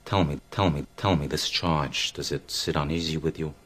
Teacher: The tip of his tongue hits a different place, hits his teeth, which is characteristic of a New York accent.